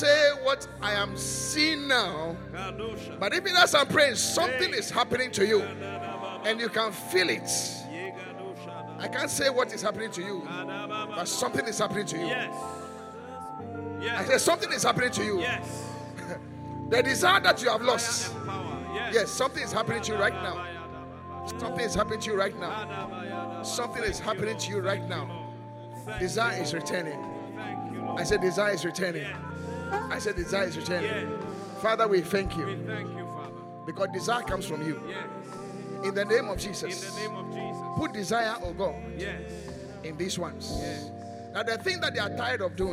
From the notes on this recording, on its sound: Preached at the Qodesh. Encounter Service.